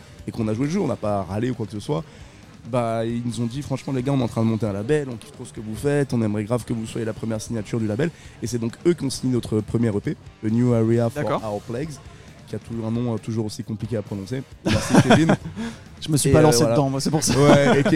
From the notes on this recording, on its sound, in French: L'émission a été enregistrée et diffusée en direct dans le bar parisien Hellfest Corner.